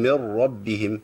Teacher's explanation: ادغامها في اللام والراء ادغام ايه؟ كامل بغير غنه